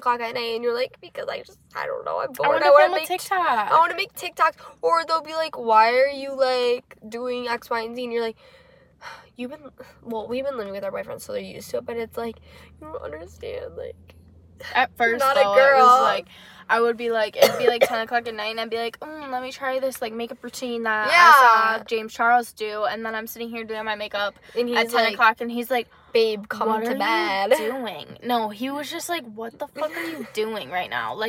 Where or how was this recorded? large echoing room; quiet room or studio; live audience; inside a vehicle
inside a vehicle